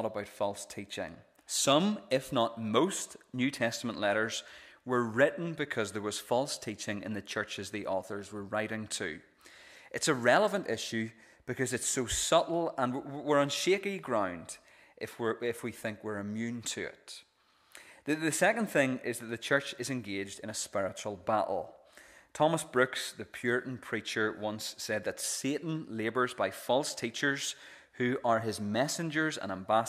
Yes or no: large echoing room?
yes